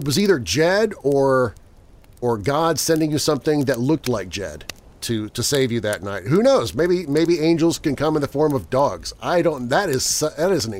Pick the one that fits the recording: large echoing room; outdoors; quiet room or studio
outdoors